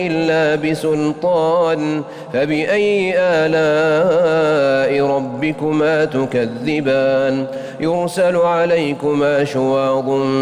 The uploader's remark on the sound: LIVE] FROM MADINAH AL-MUNAWWARAH